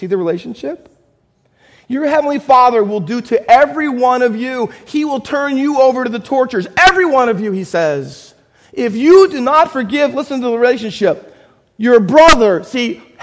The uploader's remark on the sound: Faith Baptist Church in Hamilton, NJ.